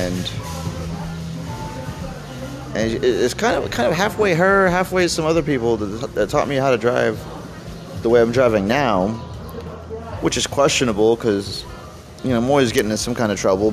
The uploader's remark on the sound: I chat on the outside patio